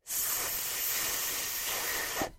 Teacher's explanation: the vocal cords are not vibrating during the unvoiced TH